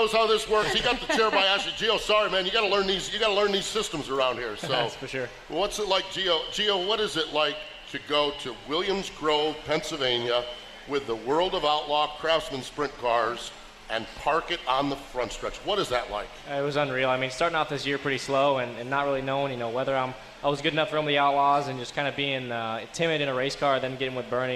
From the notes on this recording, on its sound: live from the camper appreciation event at The World Finals